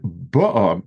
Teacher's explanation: ba'a, meaning she came with the sheep, there the emphasis is on the first vowel.